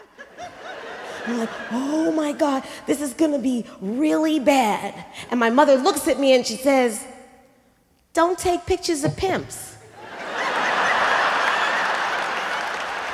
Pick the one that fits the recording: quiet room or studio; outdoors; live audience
live audience